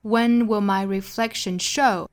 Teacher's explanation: Reflection 重读音节在第二音节。所以呢，前面这个 re 和后面的 shen 都是做弱读的，这个词的节奏是哒哒哒 reflection 哒哒哒。那前面呢 when will my 两个词做弱读，所以这句话的节奏整体就是哒哒哒哒哒哒哒。When will my reflection show?再来一遍，哒哒哒哒哒哒哒。When will my reflection show?我们拍拍子的话就是 When will my reflection show?When will my reflection show?